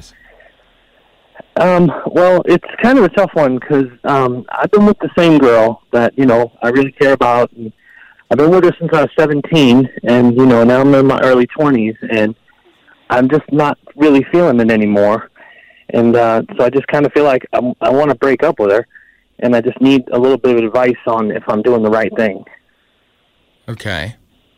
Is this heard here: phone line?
yes